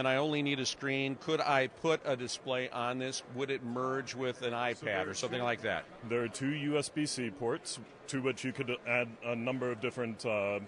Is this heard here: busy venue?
yes